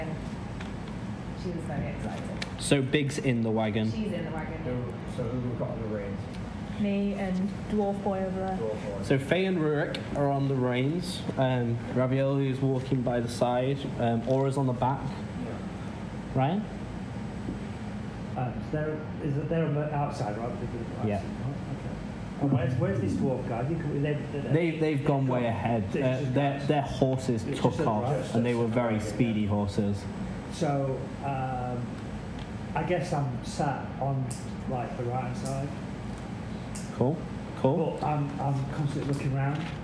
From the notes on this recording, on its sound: We are still working on the audio quality.